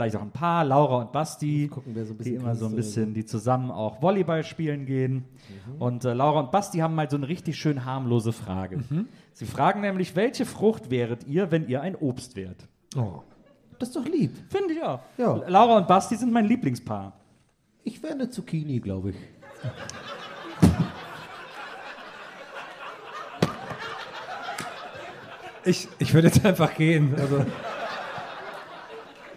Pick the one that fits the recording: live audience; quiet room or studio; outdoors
live audience